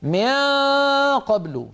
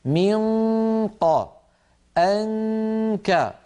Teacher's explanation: عند إخفاء النون، عند القاف والكاف، الصوت الموجود فقط صوت الغنة · Shown in: second take · منقى أنكى، ولا شيء من الفم البتة.